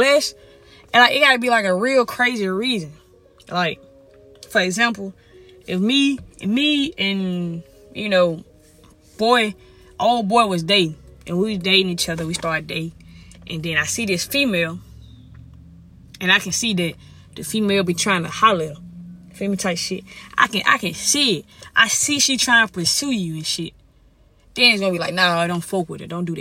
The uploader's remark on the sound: Uncensored Parked Car Conversation.